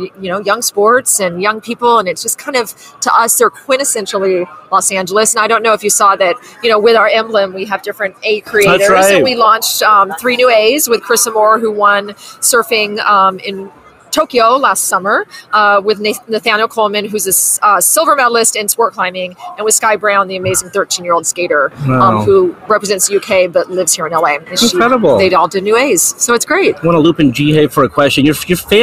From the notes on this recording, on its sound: live from Super Bowl Media Row